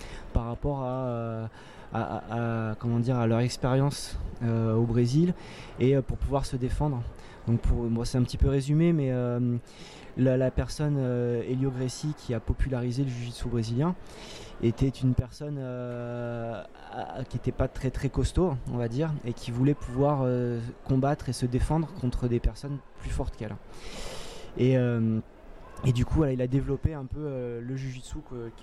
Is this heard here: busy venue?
yes